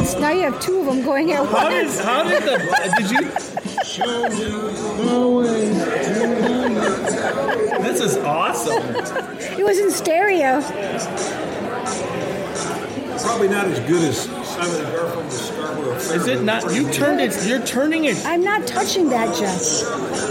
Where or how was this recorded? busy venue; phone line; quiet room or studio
busy venue